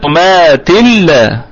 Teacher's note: وقفنا على اللام الاولى الساكنة مكان التنوين واتينا باللام المتحركة بالفتح دون زمن، لأن الزمن هو الذي فيه الغنة · Term: إدغام بغير غنة